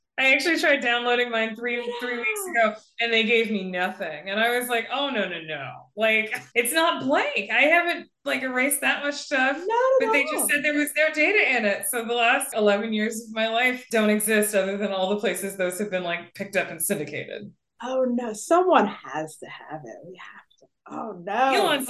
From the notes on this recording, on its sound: This interview was conducted online so there may be some audio variation